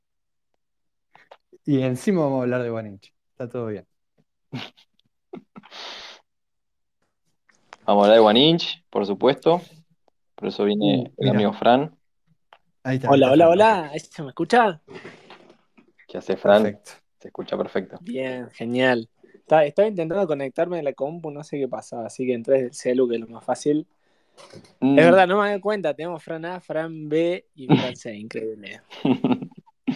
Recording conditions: video call